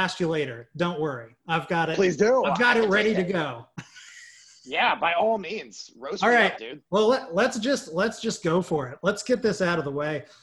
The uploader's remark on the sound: Recorded via Zoom